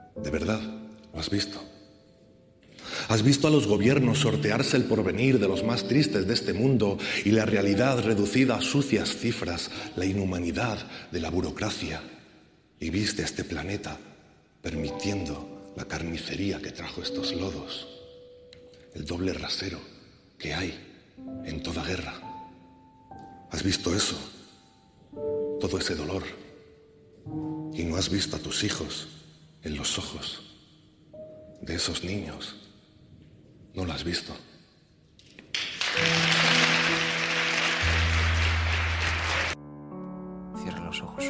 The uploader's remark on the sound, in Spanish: En la compañía de nuestro público que llena por completo el Ámbito Cultural de Callao. Un acústico maravilloso.